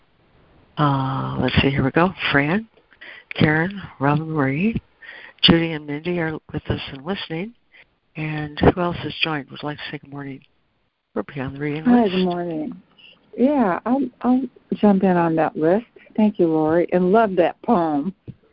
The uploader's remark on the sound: ACIM Daily Conference Call